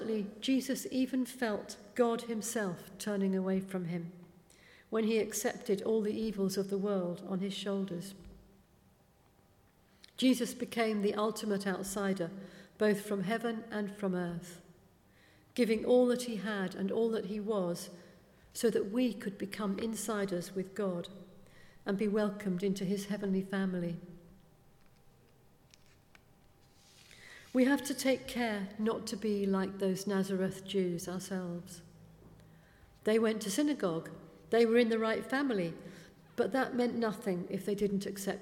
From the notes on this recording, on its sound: speaking at the 11 o'clock service